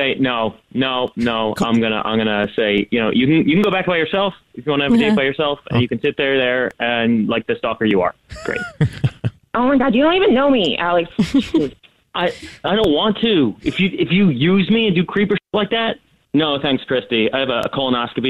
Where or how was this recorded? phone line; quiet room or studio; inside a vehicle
phone line